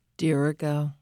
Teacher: Accent on the antepenult.